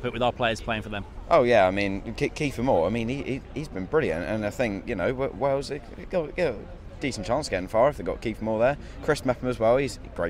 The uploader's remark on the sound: recorded at the Pear at Parley